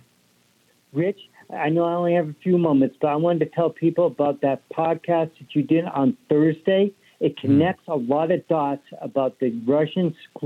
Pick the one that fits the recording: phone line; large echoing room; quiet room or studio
phone line